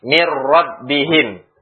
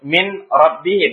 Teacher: Nunnya tetap masuk ke dalam ro. · Shown in: first take · Tidak kita sebut min rabbihim, tapi mir ro. · Term: Idgham tanpa gunnah